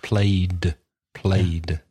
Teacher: So play is voiced, so that will be a d